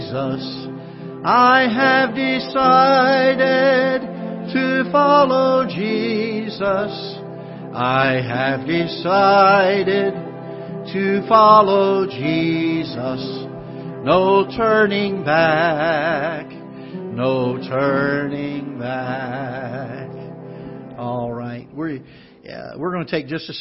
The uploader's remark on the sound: Ketha Heights Baptist Church ~ Live Broadcast